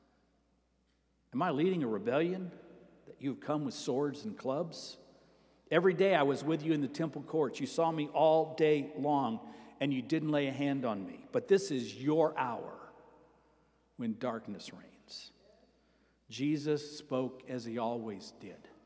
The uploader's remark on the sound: Sermon preached at Avondale Baptist Church